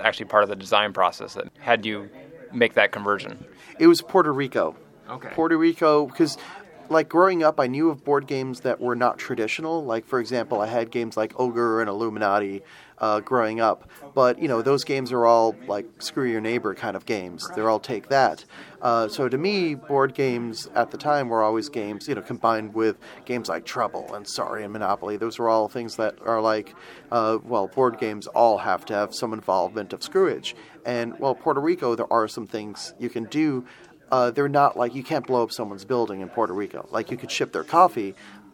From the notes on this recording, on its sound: Recorded live at BBG.con 2016 in Dallas, TX.